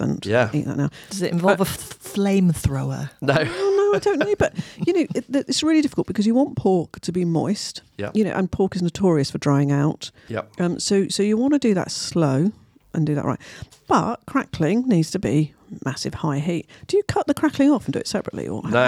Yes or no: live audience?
no